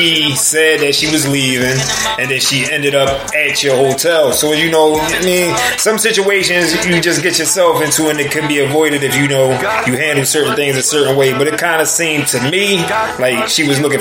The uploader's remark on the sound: PHONE INTERVIEW